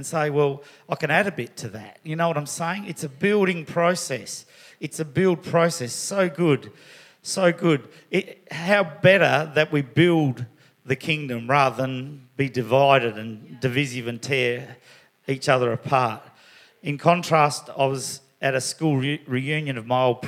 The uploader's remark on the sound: River Edge Church. At the 9am gathering.